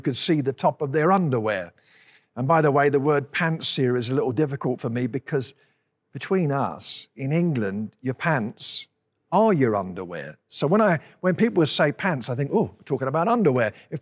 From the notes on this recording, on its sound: At Timberline Church. Live.